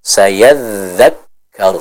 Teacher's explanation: huruf kaf, dia sifatnya dengan sifat syiddah, suaranya tidak mengalir